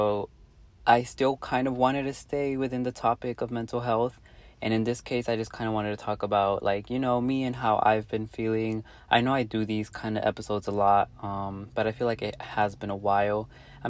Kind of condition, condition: setting, inside a vehicle